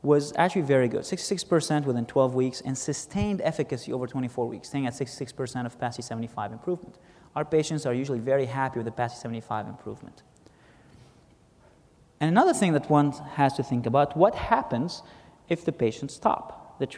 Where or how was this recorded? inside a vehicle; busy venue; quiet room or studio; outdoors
busy venue